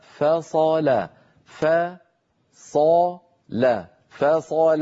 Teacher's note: الفاء مرققة، الصاد مفخمة، اللام مرققة